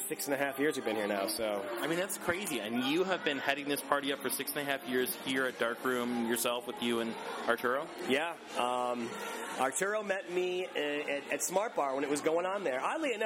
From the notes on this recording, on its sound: In an interview recorded at the last Panic dance party at Darkroom.